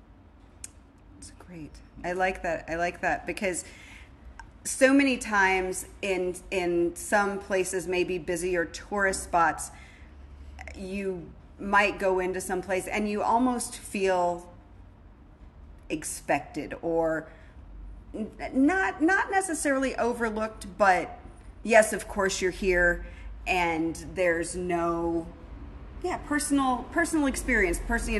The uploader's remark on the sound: Live from Morrissey's Pub in Abbeyleix, County Laois.